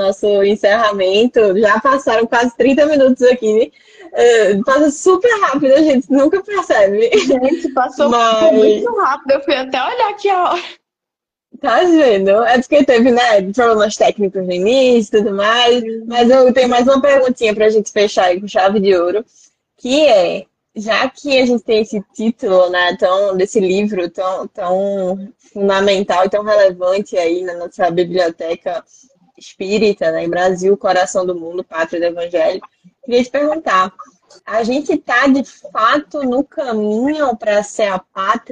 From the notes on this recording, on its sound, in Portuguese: Live realizada através do Instagram